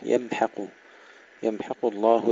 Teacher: ترقيق الحاء وتفخيم القاف